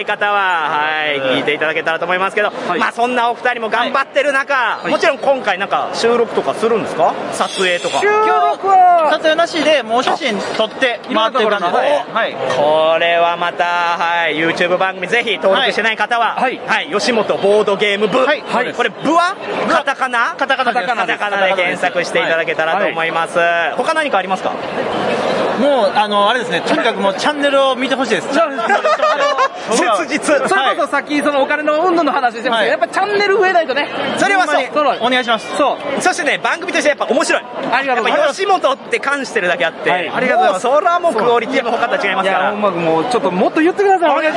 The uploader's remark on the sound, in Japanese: ゲームマーケット2022春！会場インタビュースペシャル。録ってきました会場インタビュー49音源！！会場収録のため、騒音雑音が激しく入っております。